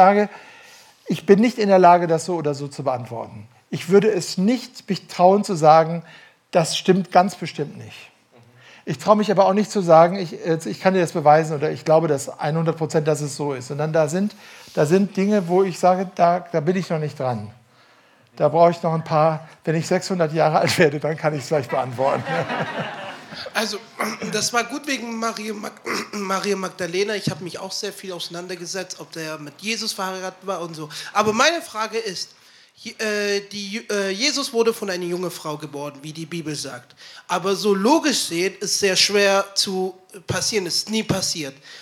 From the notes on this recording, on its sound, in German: Am Ende des Vortrags, gehalten im Dezember 2018 in der „jesus-AG“ in Ludwigsburg, geht er auf Rückfragen aus dem Publikum ein.